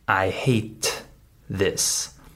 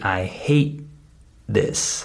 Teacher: I just stop the T sound without the air. · Shown in: second take · So this happens at the end of words when the next word also starts with a consonant. · Term: muted